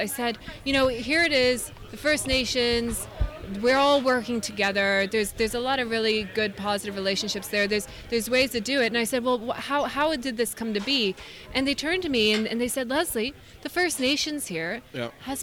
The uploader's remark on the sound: record on-site at the Yukon Mining Association Investment Conference 2016 in Dawson City!